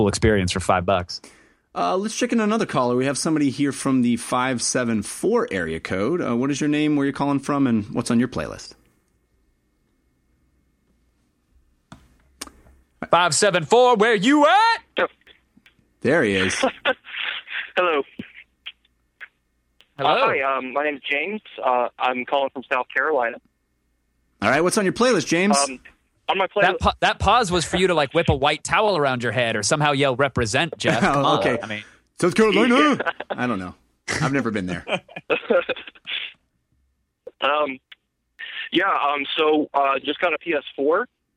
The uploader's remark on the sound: All that, plus YOUR phone calls!